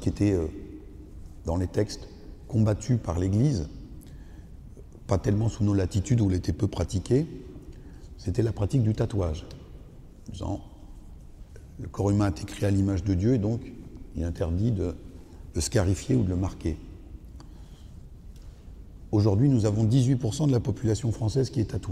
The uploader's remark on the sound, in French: Une conférence organisée par la librairie Jean Calvin et l'Église protestante unie de l'Etoile.